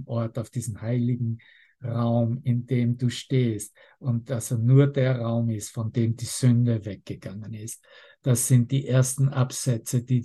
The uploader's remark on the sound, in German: Zoom-Session. Veranstaltet von der Aleph Akademie.